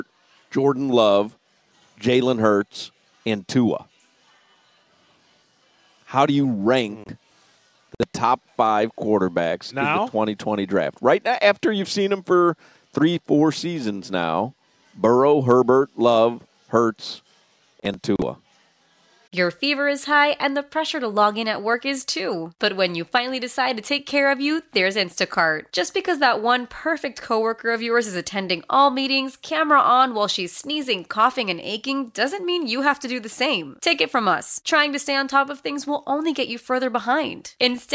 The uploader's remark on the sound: live at Twin Peaks